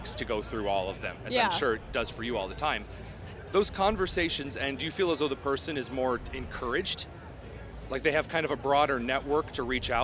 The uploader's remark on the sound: at the Turning Point Action conference in Palm Beach, Florida